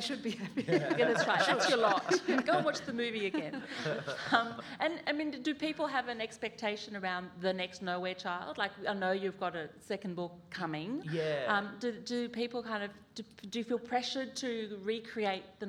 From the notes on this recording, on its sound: In this session, which was recorded at the 2019 Newcastle Writers Festival